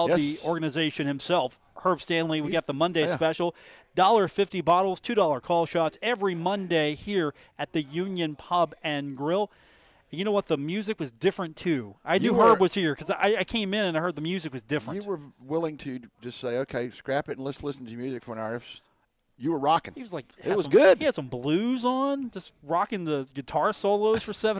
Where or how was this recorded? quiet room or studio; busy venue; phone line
busy venue